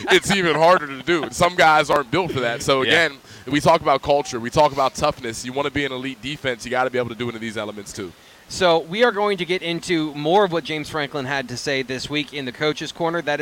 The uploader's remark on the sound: BWI Live: Penn State Football Tailgate Show- Homecoming vs. UMass. The show airs live, outside of the Bryce Jordan Center across the street from Beaver Stadium.